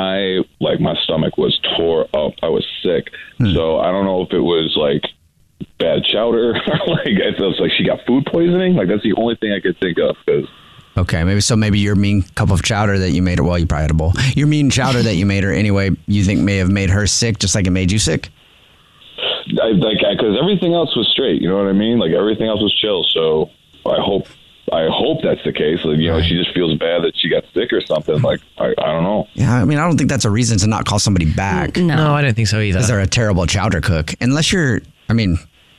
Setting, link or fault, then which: link, phone line